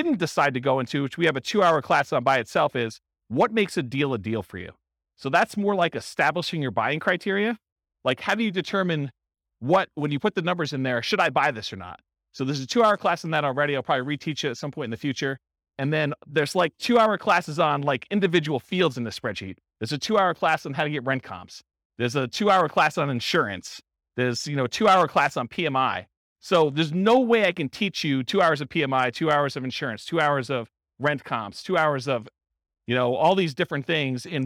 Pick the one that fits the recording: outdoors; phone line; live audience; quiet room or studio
live audience